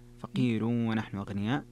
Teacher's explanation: فقير فيها ترقيق الراء لورش